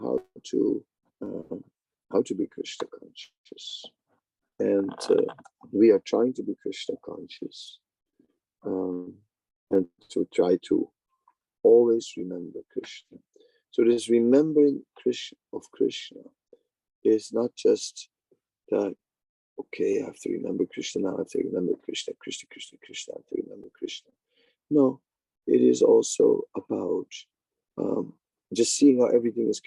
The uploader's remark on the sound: Zoom Meeting